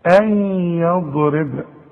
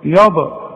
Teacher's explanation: والضاد لا تقلقل في القرآن، يبقى احنا هنسكن الضاد · Shown in: first take